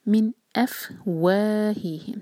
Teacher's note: من یہاں نون پر سکون ہے تو یہاں ہم اظہار کریں گے، نون ساکن کے بعد حروف حلقی الف آ رہا ہے. من افواہہم، و دو حرکہ، اور واو کے لیے ہمیں ہمارے جو ہوٹ ہیں ہمیشہ گول ہونے چاہیے.